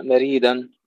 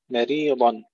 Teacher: فانتبهوا إلى ترقيق الميم والراء وتفخيم الضاد · Shown in: second take · لا نقول مريضا كما يقول بعض الإخوان، ولا مريدا، مريضا.